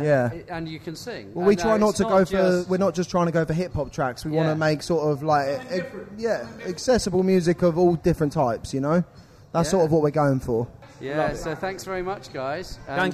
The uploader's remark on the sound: recorded at The Portland Arms